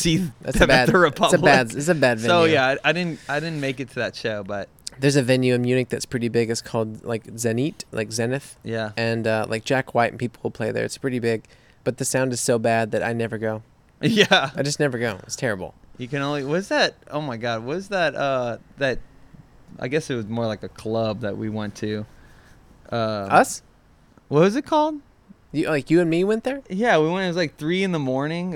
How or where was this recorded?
outdoors